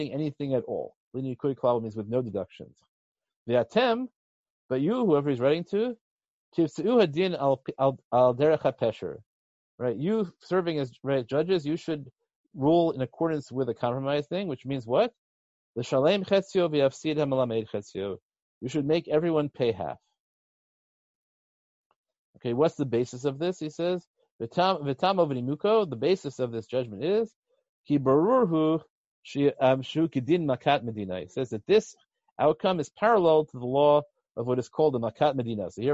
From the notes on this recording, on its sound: In a lecture given recently over ZOOM.